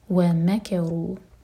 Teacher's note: واو الگ ورڈ اور مکروا الگ، تو میم پر زور دے کر پڑھیں گے